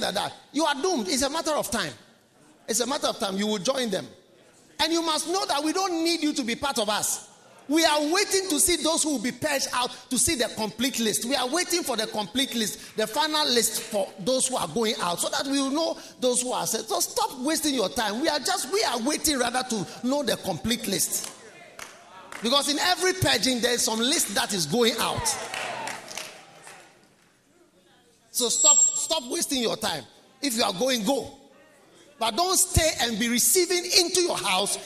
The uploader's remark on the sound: Preached at the Nerelugu Pastors‘ Conference